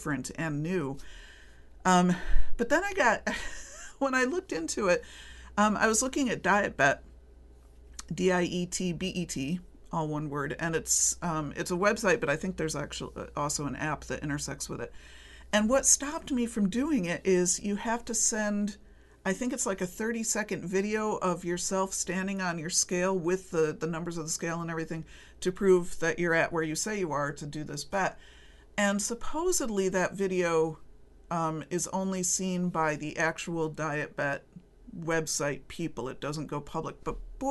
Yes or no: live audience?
no